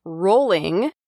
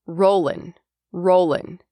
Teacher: sometimes you'll hear native speakers drop the G at the end of ing words · Shown in: second take · So instead of saying rolling, you may hear rollin', rollin'.